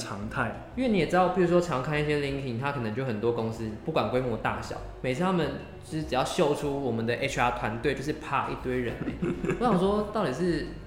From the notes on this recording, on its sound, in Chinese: 這集來到回音的最高點，真的好需要一個讚的錄音場地啊～。但其實聽一分鐘之後就習慣了。